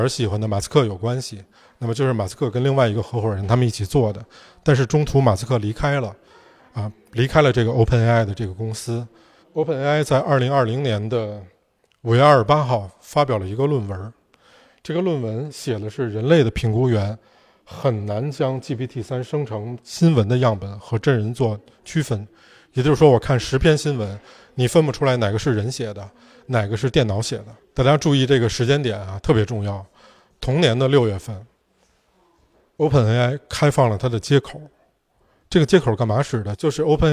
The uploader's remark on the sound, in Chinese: 线下分享